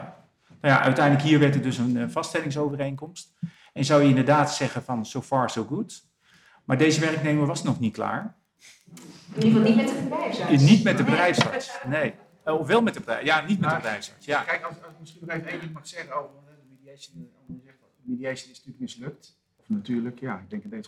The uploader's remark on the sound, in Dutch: Law Talk 85 (Live). Deze speciale aflevering van Law Talk is opgenomen tijdens het WVO Event op donderdag 5 oktober 2023 in aanwezigheid van 130 relaties van WVO Advocaten.